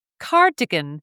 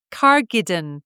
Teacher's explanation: So as a prime example, the word cardigan, I would often pronounce the D and the G around the wrong way · Shown in: second take · and the word would become cargidden.